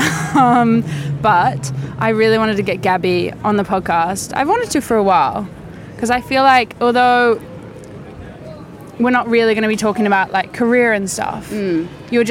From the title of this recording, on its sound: outdoor episode in soho